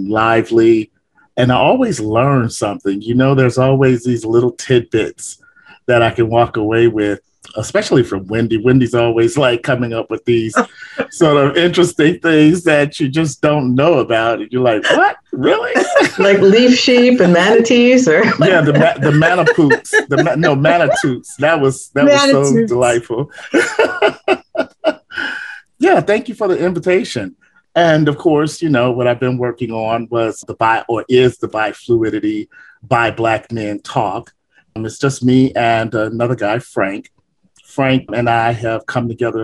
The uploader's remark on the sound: Listen in to the Zoom party.